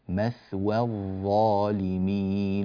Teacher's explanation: الواو من مثوى، أنبه إلى ترقيقها وألا تفخم بسبب مجاورة الظاء المفخمة، مثوى الظالمين وليس مثوى الظالمين، لا نفخم الواو.